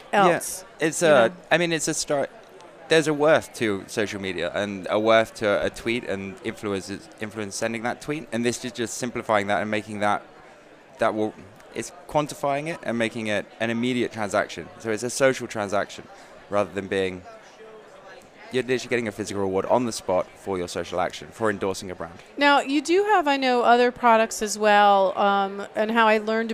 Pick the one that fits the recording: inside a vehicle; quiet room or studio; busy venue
busy venue